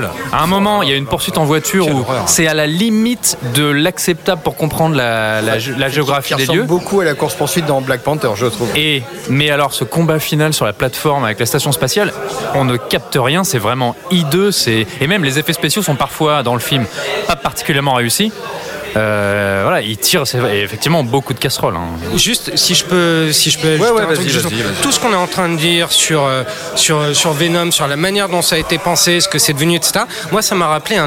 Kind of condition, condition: setting, busy venue